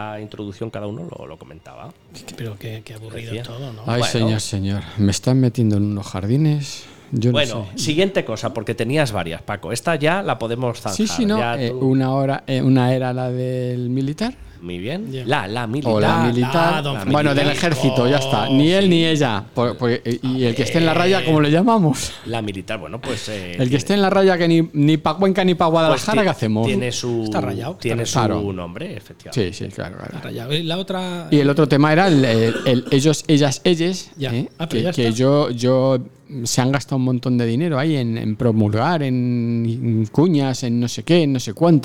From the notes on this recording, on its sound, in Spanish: Este episodio lo hemos grabado desde la Taberna Vinoteca La Buha en Valdemoro. Este episodio lo hemos grabado desde la Taberna Vinoteca La Buha en Valdemoro.